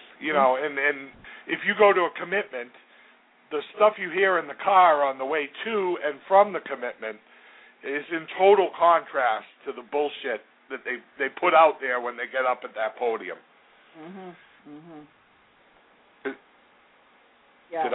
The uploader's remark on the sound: called in!